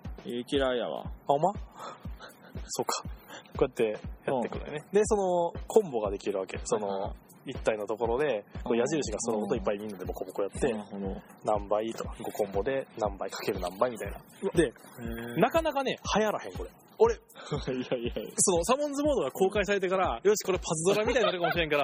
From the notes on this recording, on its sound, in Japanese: 今回はひっさしぶりに集まったので、公園をダラダラ歩きながらダラダラ話してみました。時々人が通る時に恥ずかしがる。代々木公園ロケ！！